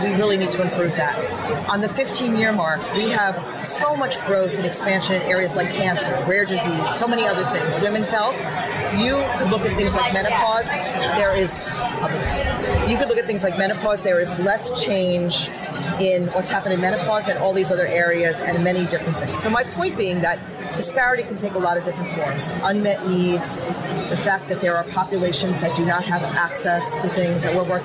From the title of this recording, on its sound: Live at Pharma USA